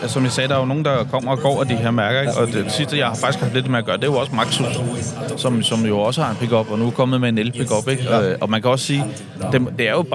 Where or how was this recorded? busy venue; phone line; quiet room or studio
busy venue